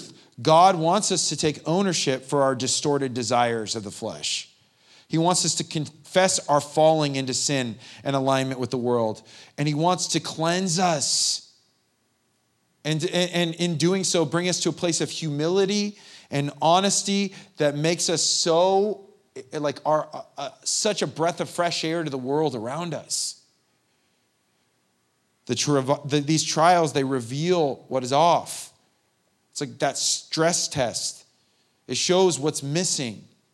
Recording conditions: large echoing room